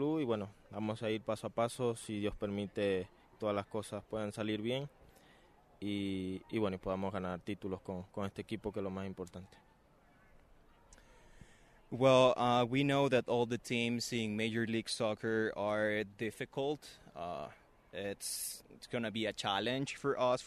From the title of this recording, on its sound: Live From RSL Practice